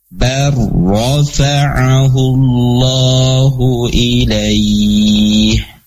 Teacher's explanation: karena sebelumnya ada harokat fathah, maka ro-nya ro tafkhim atau ro tebal